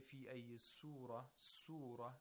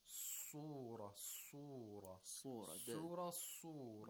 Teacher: The root of the tongue should be raised. · Shown in: second take · You have to make sure that it's pronounced like a sad and not a seen. If you say fi ayyi surah, surah, it's not a sad. · the sad of surah has tafkhim at a moderate level. You have to make sure that it's pronounced like a sad and not a seen.